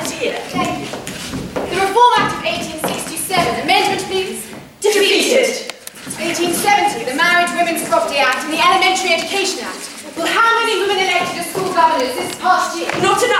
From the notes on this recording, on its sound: Recorded Live at The Cut theatre in Halesworth, Suffolk, UK.